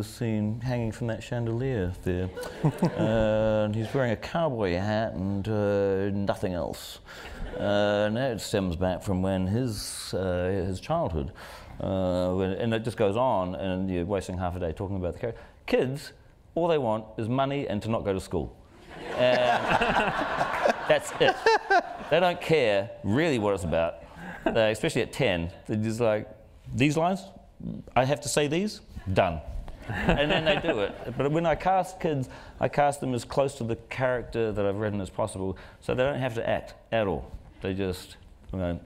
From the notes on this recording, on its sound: The conversation was recorded on January 30, 2020 in front of a live audience at New York's 92nd Street Y.